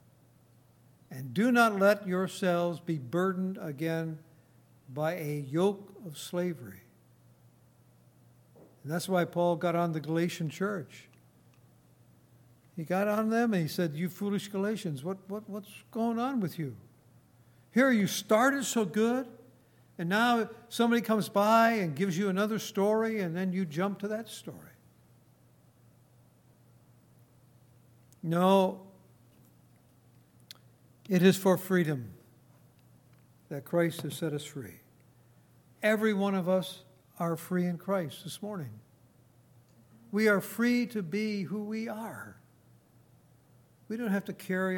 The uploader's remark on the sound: Recorded on August 26, 2018, at Grace Bible Fellowship in Front Royal, VA.